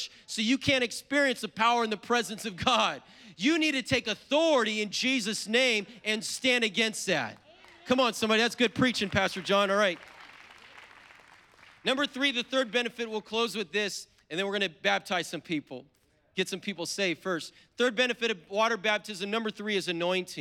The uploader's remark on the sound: was preached on April 3rd at the 10AM service